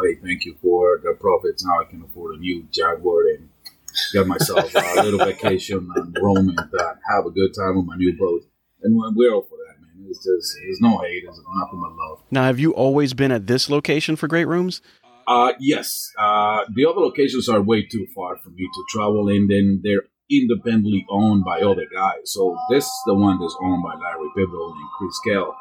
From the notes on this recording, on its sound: Disclaimer - this was our 1st out of studio interview and of course we had complications out of the gate. Once you get to the 18:15 mark we get it fixed.